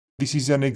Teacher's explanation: when Brummies stress a word, it tends to lengthen considerably, and this can be followed by sharp rises or falls in tone. · Term: Brummie intonation